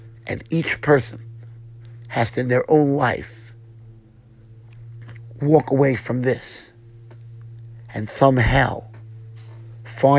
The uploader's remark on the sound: Shiur recorded in Yeshivas Ohr Reuven, Monsey NY